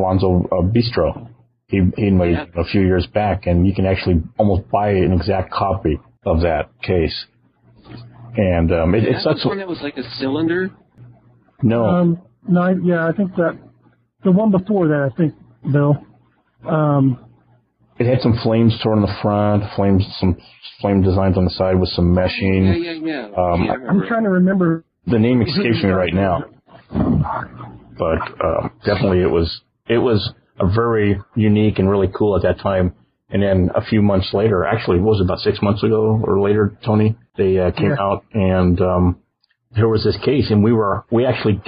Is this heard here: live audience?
no